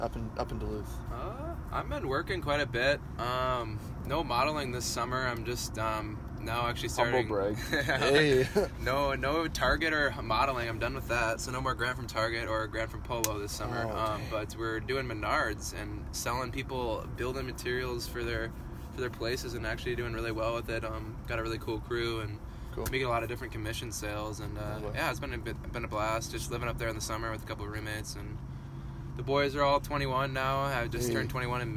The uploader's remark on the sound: LIVE from Weaver Lake. Hits the record button on a boat in the middle of Weaver Lake.